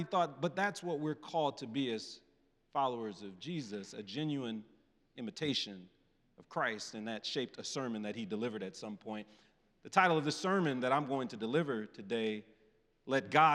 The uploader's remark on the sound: presented by Asbury Seminary Kentucky Chapel, recorded on Tuesday, November 7, 2023 at Asbury Theological Seminary's Kentucky campus